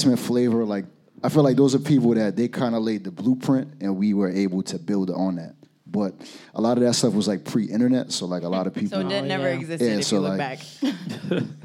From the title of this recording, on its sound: Live at Trade